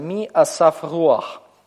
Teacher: во втором от ударного слоге, в слове «асав» возникает вторичное ударение, поскольку это долгий гласный, второй от ударного, и значит, в нем требуется показать вторичное ударение при помощи метига.